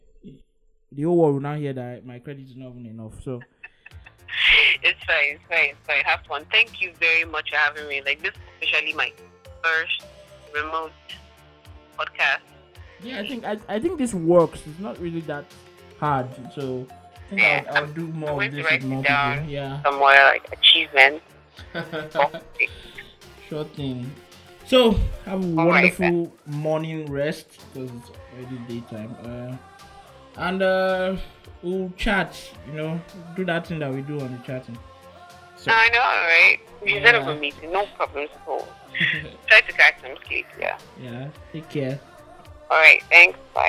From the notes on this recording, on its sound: An episode with my first phone guest